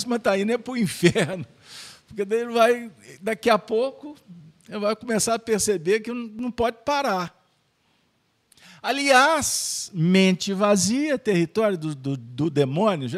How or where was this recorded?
live audience